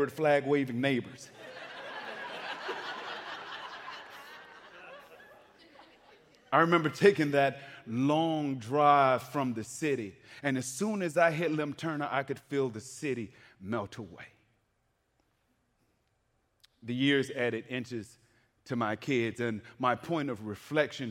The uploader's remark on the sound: The fourth episode of Untold Stories was recorded live on stage at the Florida Theater in downtown Jacksonville.